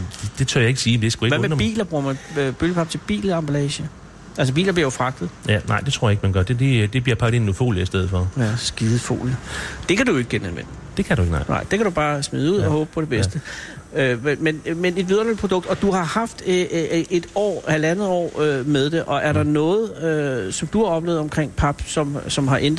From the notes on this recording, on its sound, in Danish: Live fra bølgepapfabrikken. På papfabrikken DS Smith i Grenaa.